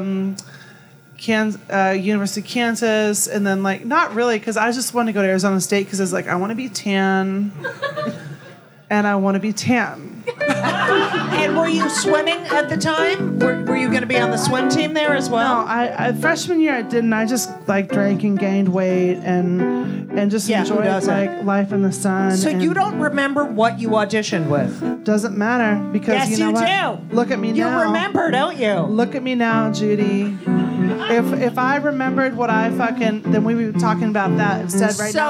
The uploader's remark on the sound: LIVE from Club Cumming. LIVE from Club Cumming.